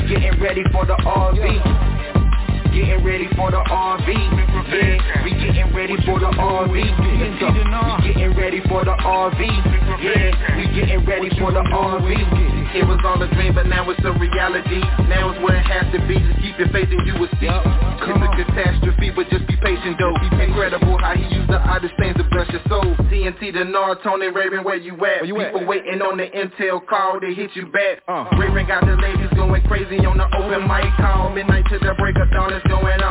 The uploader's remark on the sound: TNTSuperfantastic Conference Call